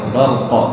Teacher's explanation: إذا وقفت عليها برق تظهر قلقل في القاف